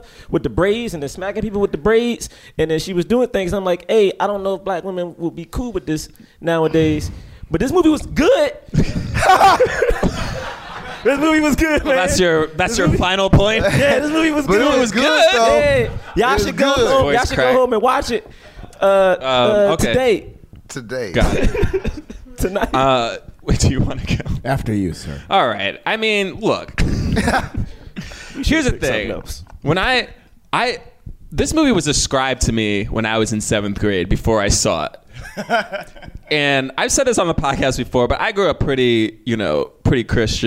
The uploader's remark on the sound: Live from the Lyric Hyperion in Los Angeles